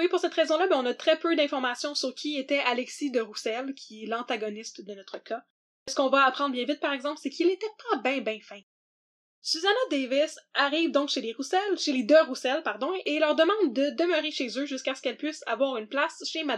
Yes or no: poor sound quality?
yes